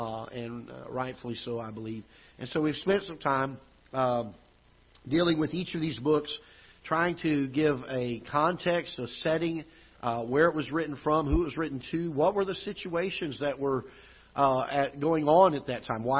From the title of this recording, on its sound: Ketha Heights Baptist Church ~ Live Broadcast